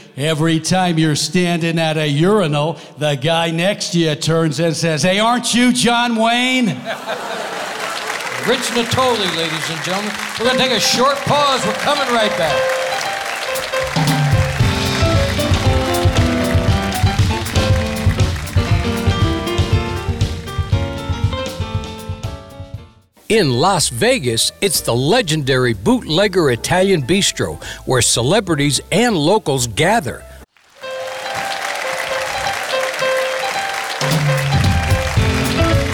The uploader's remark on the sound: Live at the SouthPoint Casino